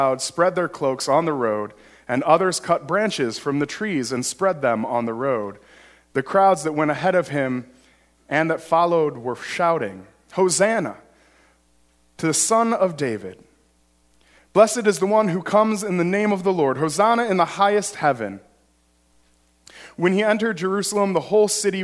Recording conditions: large echoing room